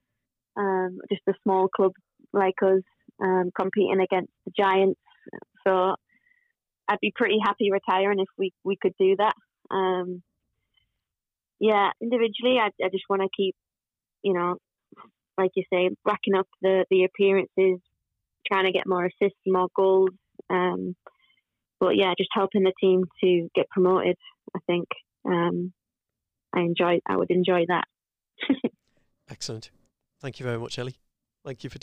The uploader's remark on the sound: In a slightly different Pod from usual. On the phone (it's all getting technical!).